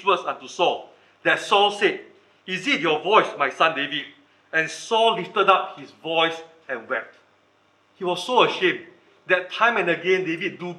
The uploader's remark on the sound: Recorded Live/Sermon